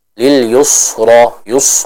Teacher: membaca huruf sinnya dengan tebal sehingga suaranya nanti mirip kepada huruf sod. Contoh lil yusro yus, nah ini kurang tepat.